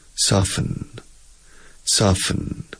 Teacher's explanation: Y la T se hace muda